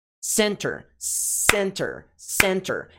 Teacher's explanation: Não é center, center. O ter não é a sílaba tônica.